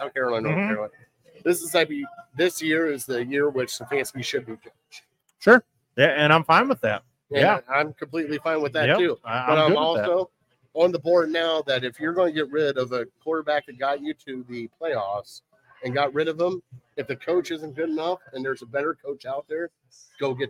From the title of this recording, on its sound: Live At Gino's